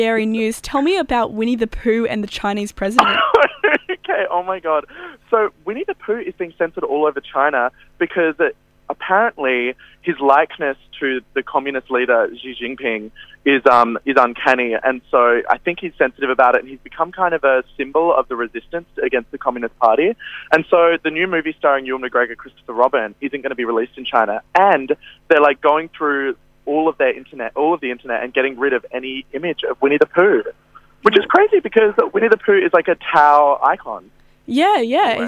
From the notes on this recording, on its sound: does a phone